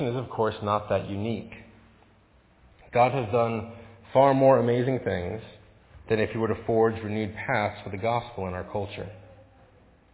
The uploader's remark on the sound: Faith Presbyterian Church – Evening Service.